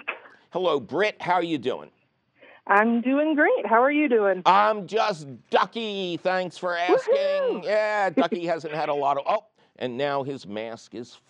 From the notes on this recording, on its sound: your fabulous phone calls!